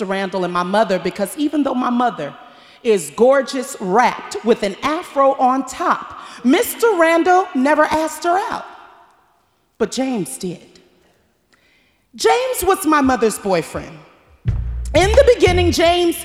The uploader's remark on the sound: Snap LIVE! At The Paramount